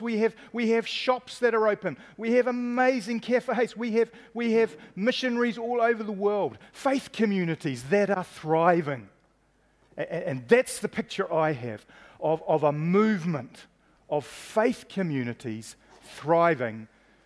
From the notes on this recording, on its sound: Panel at our Baptist National Hui 2019, Kia tupu whakaritorito: Positioning ourselves to thrive.